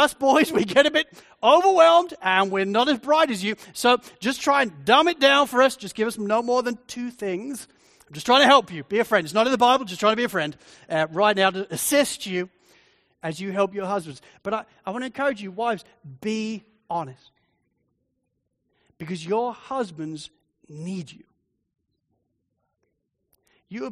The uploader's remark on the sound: Sermon recording from Sunday 30 Jul 2023. Sovereign Grace Church.